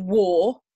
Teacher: In my world, the word war, W-A-R, has no R curl to it. In lots of regional accents, both in Britain and America, you would get a war.